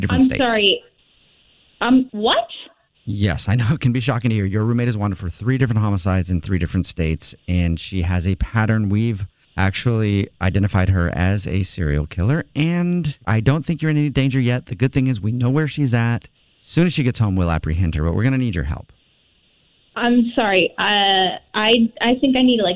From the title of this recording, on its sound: Phone Prank